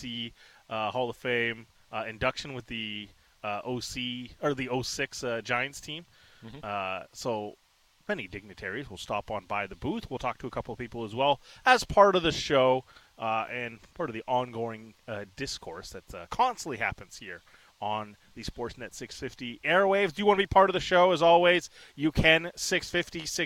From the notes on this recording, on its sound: Live on location at the Jays Care golf tournament for The People's Show.